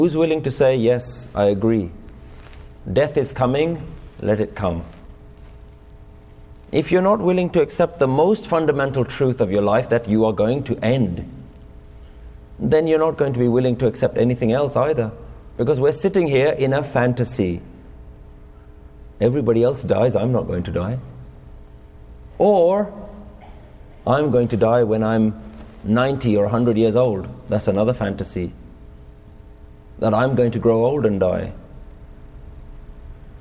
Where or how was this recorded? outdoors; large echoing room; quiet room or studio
large echoing room